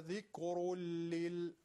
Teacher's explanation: إن هو إلا ذكر لل، ذكر لي، إن دفع ذكرون تنوينش باللام رسيده، ذكر لي، إنجا بعضهم بيجان إدغام بلا غنه، يعني وقتی که نون باللام میرسه إدغامش بدون غنه است